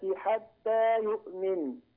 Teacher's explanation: هذه نون مشددة يكون فيها غنة في حالة الوصل كما في حالة الوقف تماما